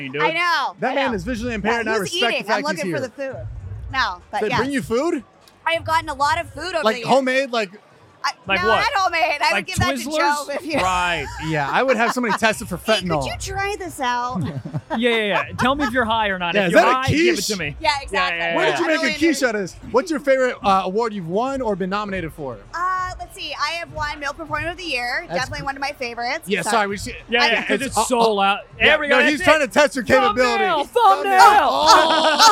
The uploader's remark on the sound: Live From The AVNS